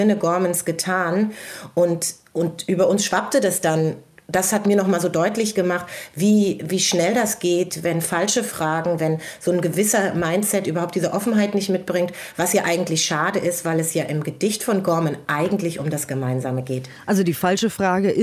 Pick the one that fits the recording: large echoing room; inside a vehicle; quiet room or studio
quiet room or studio